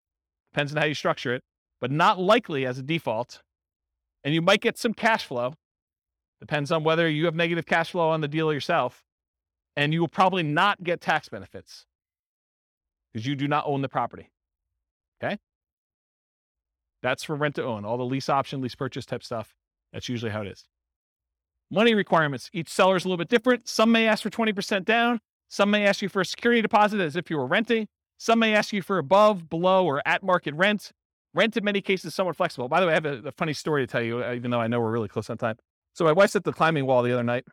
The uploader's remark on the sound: This was a live class recorded